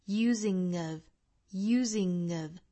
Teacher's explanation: but in the right using of strength using 和后面的 of 连读呢就是 using of 一定要注意是后鼻音加元音的连读